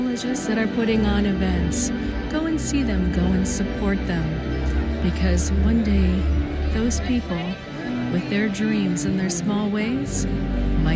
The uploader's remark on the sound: On Location Walk and Talk. Mindfulness Tour: Radio City Music Hall, NYC, New York, USA.